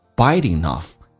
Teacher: 把 G 去掉前面的 N 跟 off 的 o 形成个连音